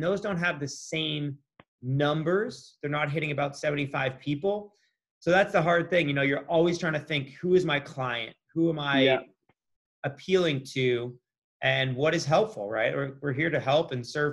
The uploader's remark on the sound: This episode was recorded via ZOOM during COVID-19 lockdown. We have tried to improve the sound as much as possible.